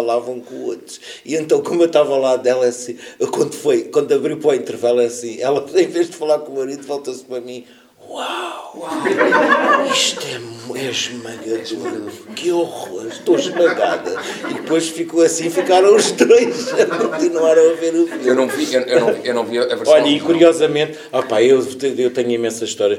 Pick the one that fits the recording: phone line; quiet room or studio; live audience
live audience